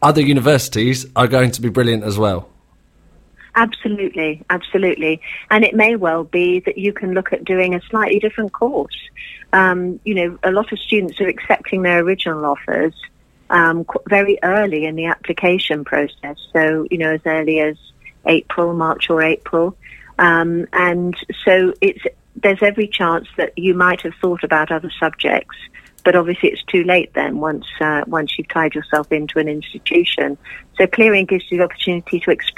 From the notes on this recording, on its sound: Joined on the phone.